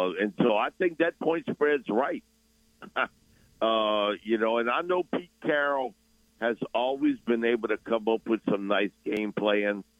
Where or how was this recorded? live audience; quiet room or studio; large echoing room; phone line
phone line